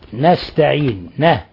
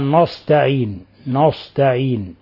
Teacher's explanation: نون مرققة لأنها من حروف الاستيفال، من الحروف المرققة · Shown in: first take